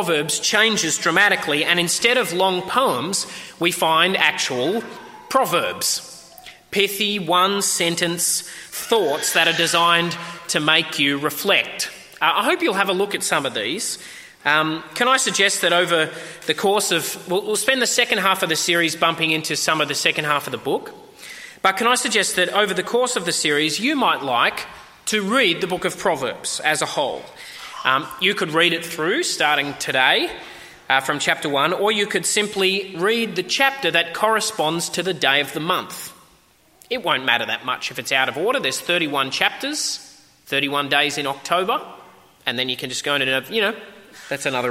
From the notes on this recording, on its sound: At a 10am service.